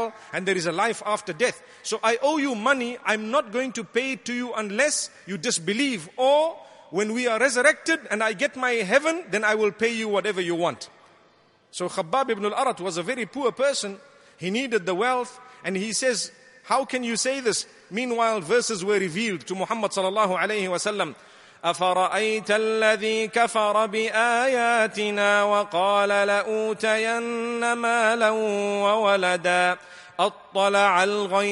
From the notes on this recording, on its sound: Delivered at Tuanku Mizan Zainal Abidin Musjid.